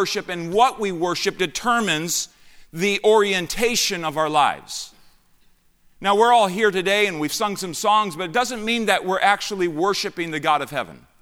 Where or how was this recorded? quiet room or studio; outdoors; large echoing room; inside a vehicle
large echoing room